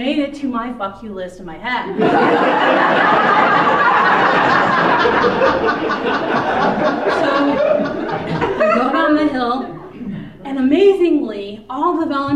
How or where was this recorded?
live audience